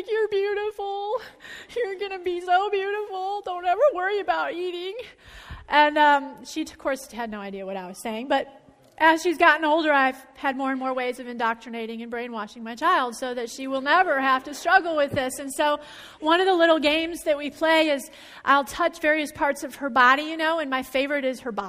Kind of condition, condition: setting, large echoing room